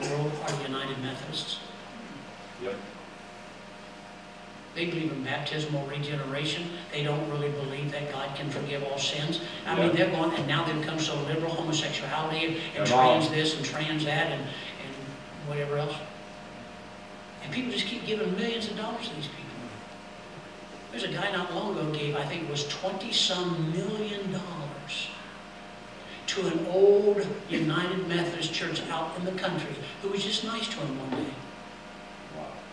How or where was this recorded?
large echoing room